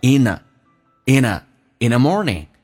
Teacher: 可以击穿 TH 这个音，用 N 跟后面的 A 形成个连音